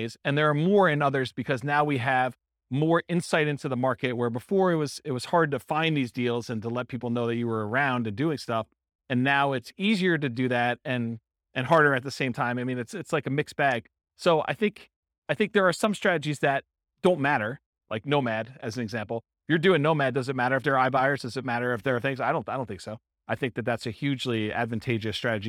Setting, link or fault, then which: setting, live audience